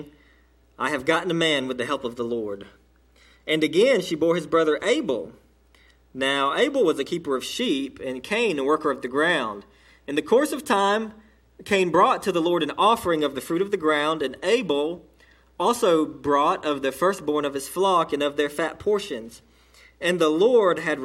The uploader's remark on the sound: Delivered to Cottondale Baptist Church in Eastman, GA.